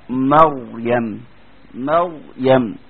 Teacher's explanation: الراء المفخمة دائما هتلاقي اللي بيشتغل فيها ظهر اللسان